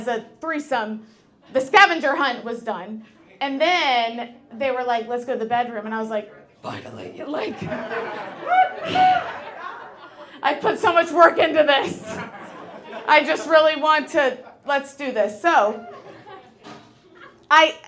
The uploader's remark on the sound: Goes south is a live storytelling event out of Charlotte, NC. This podcast combines audio recordings from these live events. Goes south live events take place on the 3rd Tuesday of the month at Petra's in Historic Plaza-Midwood, Charlotte, NC.